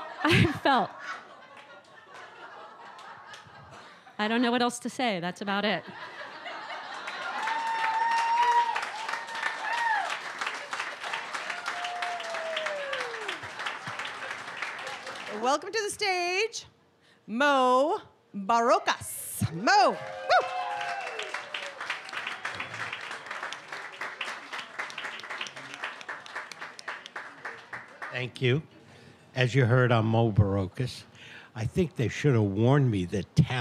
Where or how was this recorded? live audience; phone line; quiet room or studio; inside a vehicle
live audience